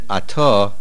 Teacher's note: It is to be said ato and not ota, with the accent at the end of the word. The words do not change from ato to ota.